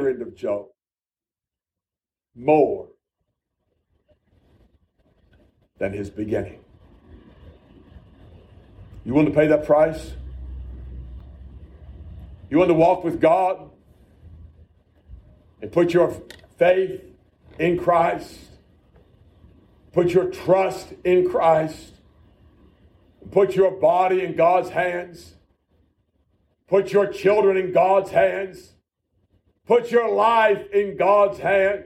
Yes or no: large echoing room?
yes